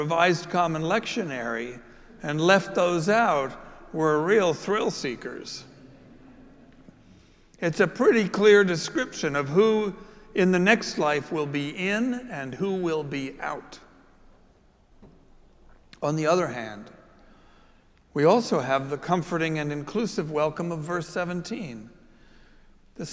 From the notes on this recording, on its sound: Preached at our celebration of Holy Eucharist on the Seventh Sunday of Easter. Following his sermon, he administered the sacrament of Confirmation.